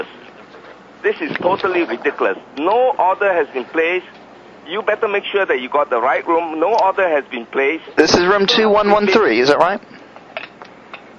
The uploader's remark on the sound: RBCP's Personal Prank Phone Calls Collection